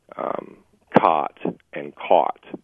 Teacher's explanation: I actually don't make a distinction between cot and caught. · Term: merger